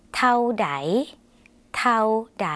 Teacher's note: ส่วนในภาษาลาวเป็นสระเอาค่ะออกเสียงสั้น